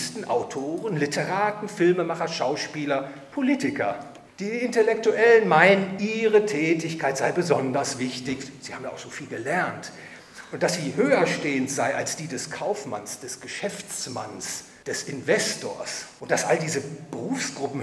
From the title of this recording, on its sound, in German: Vortrag beim Hayek-Verein Dresden